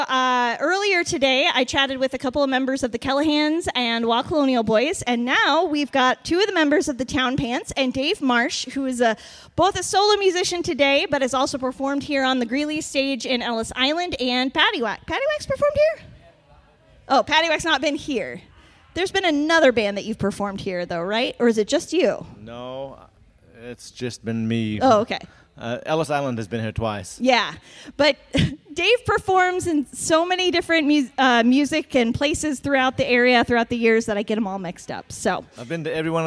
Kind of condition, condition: setting, busy venue